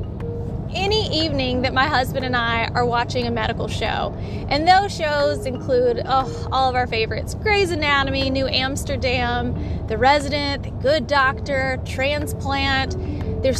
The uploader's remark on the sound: On The Road Ramblings. This miniseries is recorded as always on my way to work. It's raw an unedited.